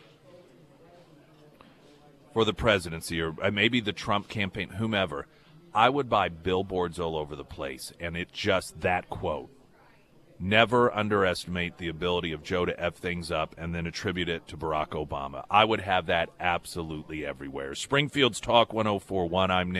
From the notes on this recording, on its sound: live at Scramblers Diner